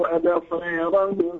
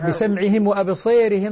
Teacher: نعم، يعني بسمعهم وأبصيرهم صح تقلل، أما أبصارهم لا، ما فيها تقليل. تقليل الألف التي بعدها راء متطرفة إذا كانت الراء مكسورة · Shown in: second take